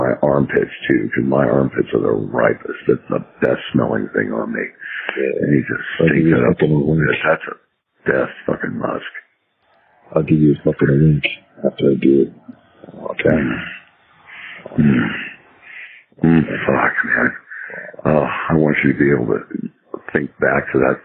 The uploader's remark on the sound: Please forgive the bad audio quality.